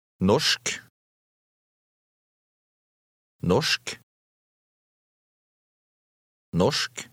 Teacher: Notice the sh sound before the final k sound.